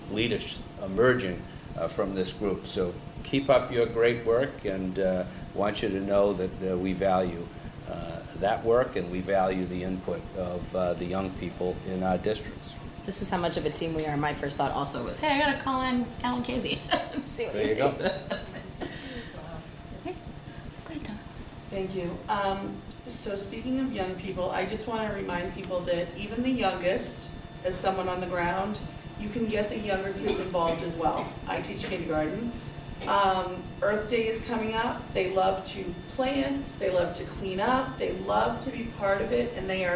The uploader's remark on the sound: The meeting was conducted in a hybrid format: School Committee members, key guests, and the public were in person in the Lecture Hall at Franklin High School. Others participated virtually via the Zoom webinar set up.